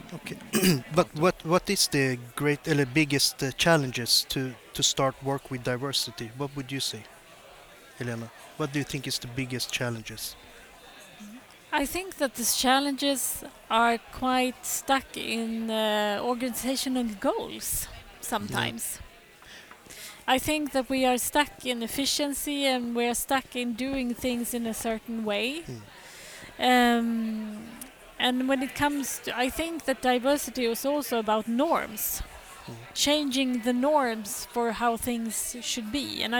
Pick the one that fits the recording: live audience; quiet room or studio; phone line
live audience